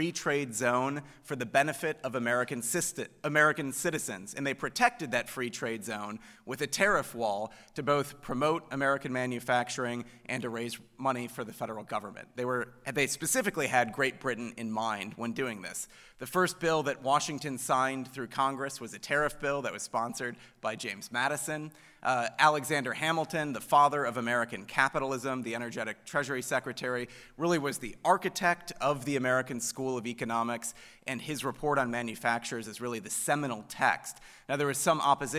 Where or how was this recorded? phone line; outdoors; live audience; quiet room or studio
live audience